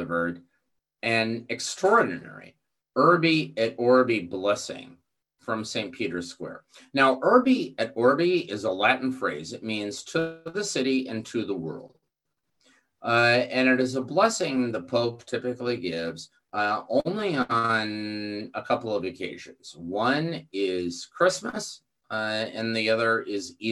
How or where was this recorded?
video call